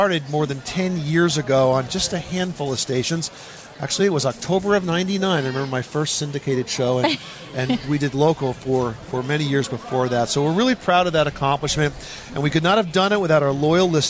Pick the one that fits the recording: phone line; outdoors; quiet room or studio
outdoors